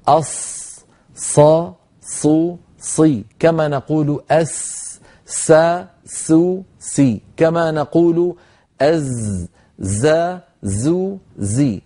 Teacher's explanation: استعمال الشفتين في حرف الصاد، يعني لما تقول مثلا أص انظر هكذا، أصحاب، أصابت، أصا، هذا الاستعمال للشفتين في حرف الصاد غير صحيح ومشوه لصوت حرف الصاد. الصاد كالسين، كالزاي، كما نقول أس، كما نقول أز، نقول أص، لأن هذه الثلاثة من المخرج نفسه. قال إمامنا الجزري رحمه الله: والصفير مستكن منه، أي من طرف اللسان، ومن فوق الثنايا السفلى، ولم يقل الشفتين.